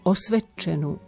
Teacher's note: Dve spoluhlásky za sebou a nezaznejú obe osve, ale prispôsobí sa tomu č, znelé d a zmení sa na t, ale zazlen len náznak toho t.